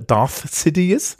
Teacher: stimmloser dentaler Frikativ mit einem alveolaren Frikativ